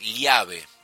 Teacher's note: The double L was what linguists call a lateral palatal sound